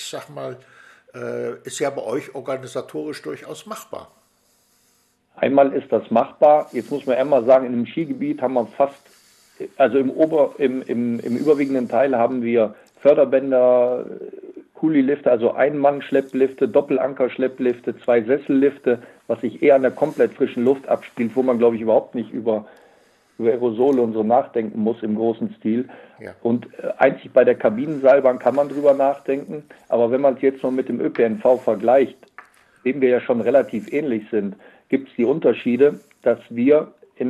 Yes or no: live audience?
no